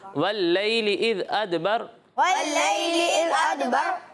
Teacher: بر نہیں را کو پر پڑھنا ہے